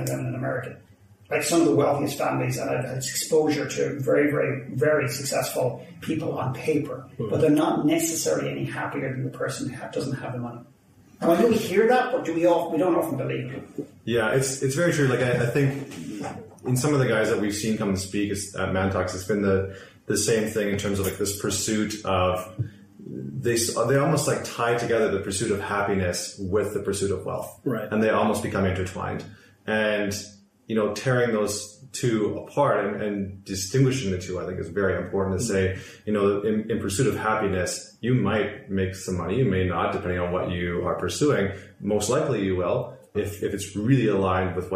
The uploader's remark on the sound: Apologies for the poor audio quality